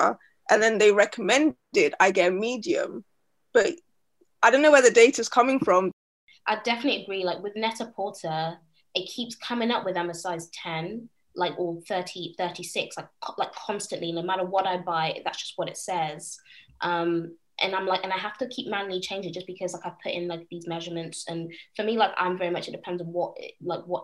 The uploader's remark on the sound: Over the weekend, we hosted our first-ever Zoom party to exclusively launch our product with our V.I.P's.